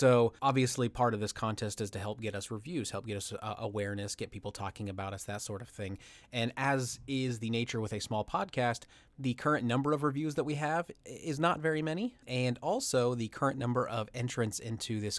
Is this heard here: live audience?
no